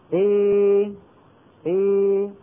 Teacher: طيب أنا أستطيع أن أفتح فمي نصف فتحة وأن أخفض فكي وأعمل مخرج الياء نصف إعمال في آن واحد، فينتج عن هذا العمل الخليط الخليطي، خليط بمعنى مخلوط، صوت فيه شيء من الألف وفيه شيء من الياء. هذا الصوت الناتج تسميه العرب الألف الممالة، الألف الممالة.